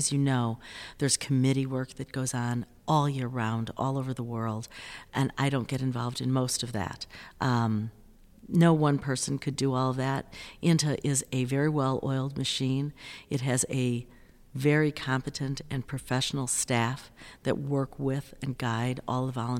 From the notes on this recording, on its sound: recorded on the sidelines of INTA 2023 in Singapore